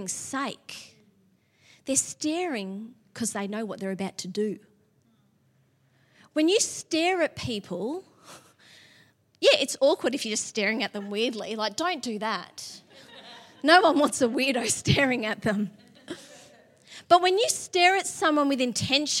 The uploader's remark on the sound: LIVE at Echo Church